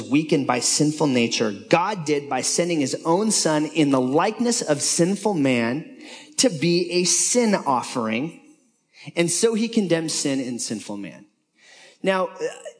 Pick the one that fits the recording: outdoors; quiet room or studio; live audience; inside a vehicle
live audience